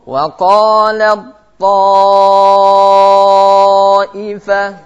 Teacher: Tak sukun bertemu dengan ta'. Langsung dibaca ta' di situ. · Term: Idgham kamil